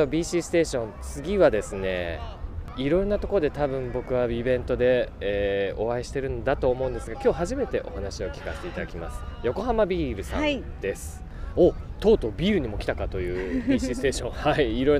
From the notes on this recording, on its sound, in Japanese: 会場に押し寄せる来場者は2日目にさらに増加。レースもイベントも飲食も、行列と歓声にあふれたあたたかい会場となった。賑わう出展ブースから生の声を収録してきた。収録地： さいたま市 秋ヶ瀬公園 バイクロア会場。収録機材： ZOOM F3 (レコーダー)、 ZOOM ZSG-1, AKG D5（マイク）。